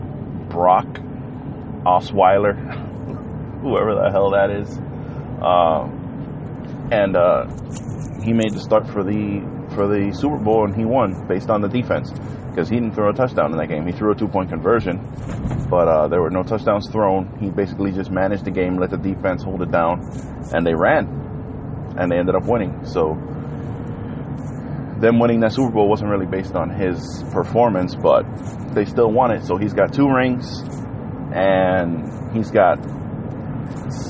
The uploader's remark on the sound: The Everything Carcast!